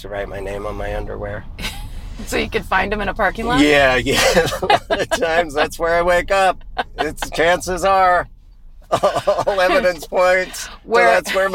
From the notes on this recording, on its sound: back in the car!